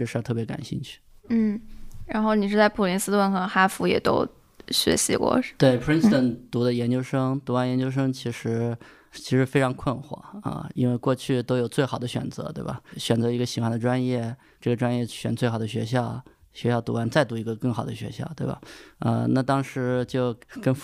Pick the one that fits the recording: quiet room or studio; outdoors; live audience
quiet room or studio